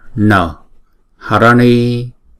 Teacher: Chữ N có dấu nặng ở dưới chúng ta phải đọc cong lưỡi lại và búng ra.